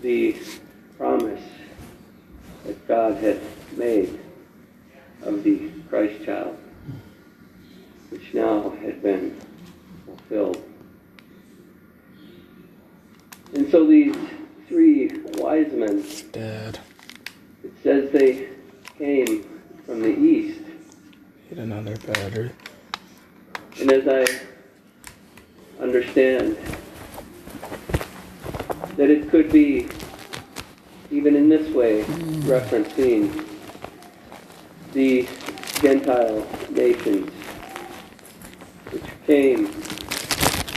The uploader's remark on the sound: Rockford Leastdian Lutheran Church Recording 2021.